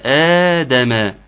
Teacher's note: مد بدل يمد بمقدار حركتين